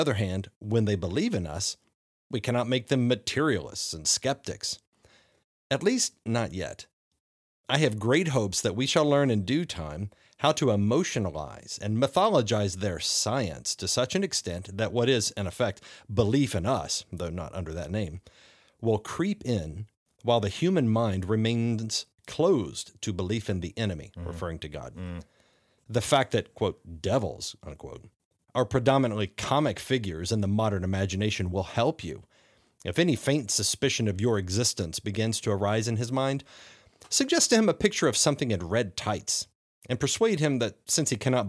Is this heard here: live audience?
no